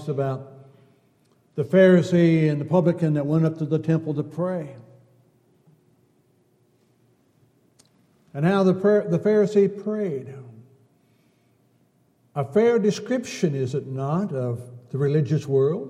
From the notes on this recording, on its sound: Downtown Church Of Christ Audio Sermon.